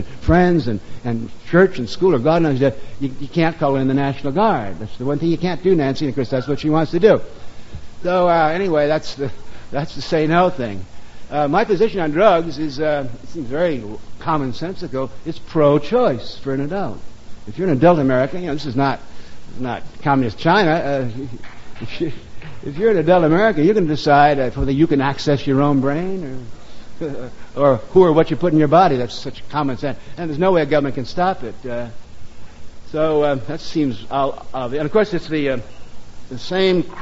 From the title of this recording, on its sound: Live at the Stone - 1987